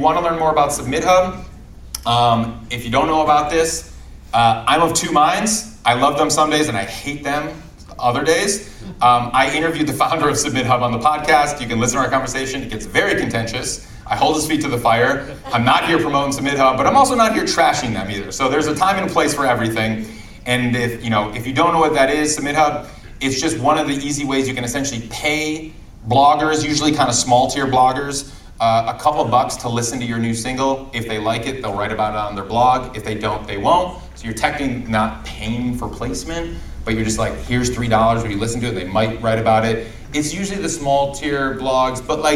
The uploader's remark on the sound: Live from SXSW